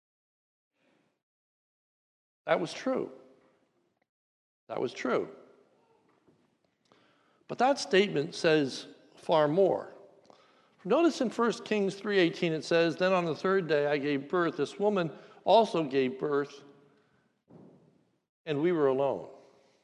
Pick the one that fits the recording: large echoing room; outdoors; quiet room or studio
large echoing room